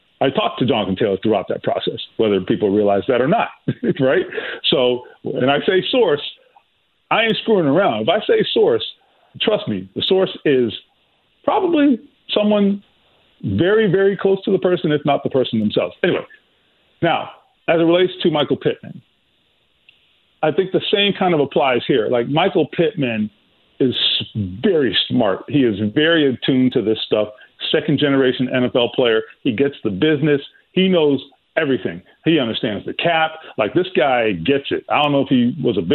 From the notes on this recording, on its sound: Open the phone lines for fans of IU and Purdue to chime in on the situation each team is.